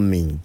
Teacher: Dia jadi dengung tu. So mulut tutup. Nak tubik tak boleh ke mulut. Maka tubik ke hidung. Itulah dia panggil runuh dengung.